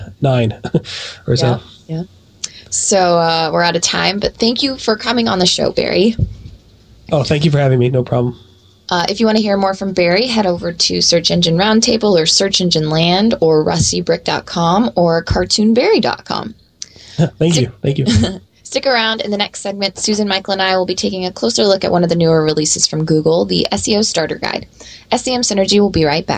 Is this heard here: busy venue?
no